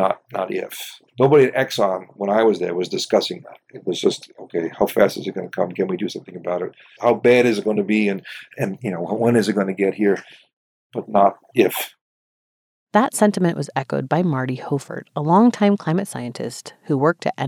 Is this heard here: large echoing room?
no